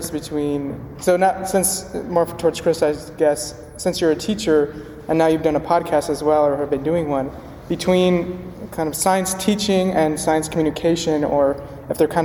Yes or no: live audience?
yes